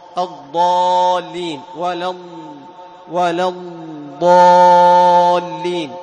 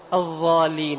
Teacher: جهر أيضا في صفة الجهر، وهي منع جريان النفس، ستقول الضالين مثل ما يفعل كثير من القراء، يخرج معه النفس، خطأ، الضاد حرف مجهور لا يخرج معه النفس · Shown in: first take